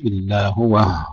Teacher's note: يعقوب يقف عليها بهاء السكت